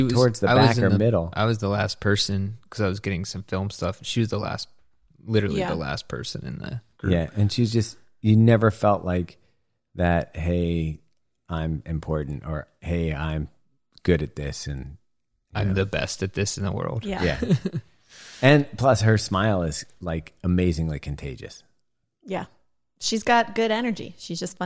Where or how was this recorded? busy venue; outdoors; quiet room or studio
quiet room or studio